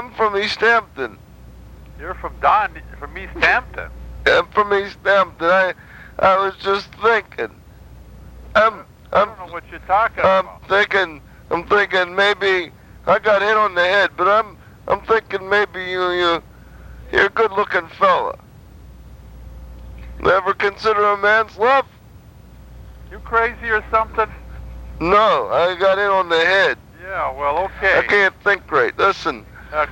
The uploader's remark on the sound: Prank Phone Calls